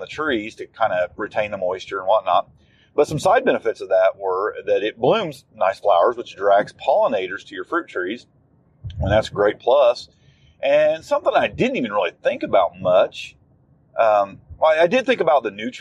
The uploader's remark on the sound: Just Chewin’ The Fat While Driving.